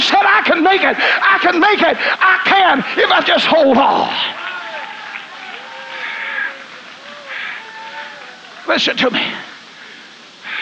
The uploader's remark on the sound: This message of encouragement was preached in New Summerfield, Texas at ALJC Texas Camp.